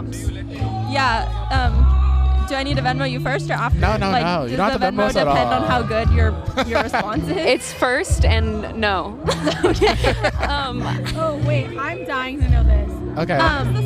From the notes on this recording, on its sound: LIVE from SpringFest. Go to SpringFest to talk to students.